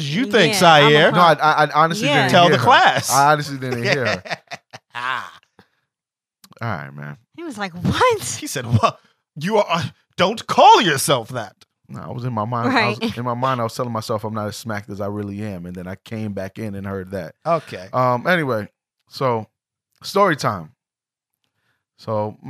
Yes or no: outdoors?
no